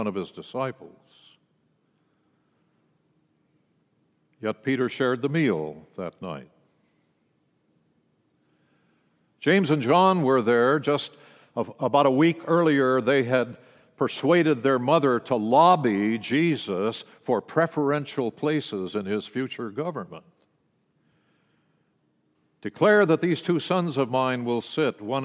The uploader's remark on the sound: World Communion message delivered during the Traditional Worship service.